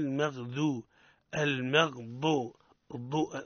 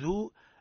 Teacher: المغضو ضو مضغوط نوعا ما لا نقول ذو. الفرق بين الضاء والضاد هو المخرج والاستطالة · Shown in: first take